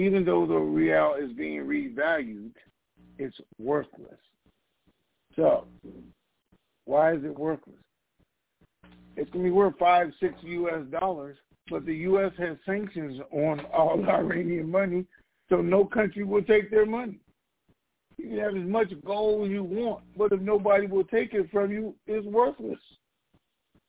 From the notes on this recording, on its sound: TNTSuperfantastic Conference Call.